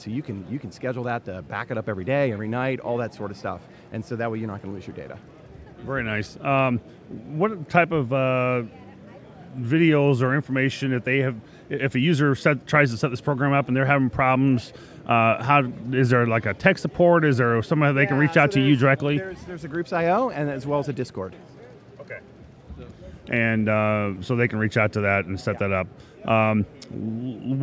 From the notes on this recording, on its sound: Huntsville Hamfest Live. Live interview.